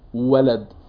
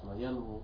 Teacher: واو ولد في تضييق لمجرى الهواء، بواو ينمو في توسيع لمجرى الهواء، ما في احتكاك